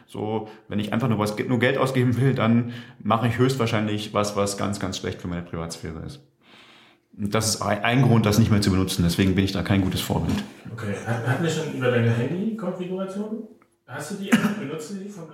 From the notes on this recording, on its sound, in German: Der Honigdachs als Fern-Stammtisch. Wer sich beim Hören wundert, dass der Ton dieser Folge etwas hallig ist – da hat uns die Technik einen Strich durch die Rechnung gemacht.